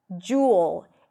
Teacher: It's a j sound, then the oo as in food round your lips.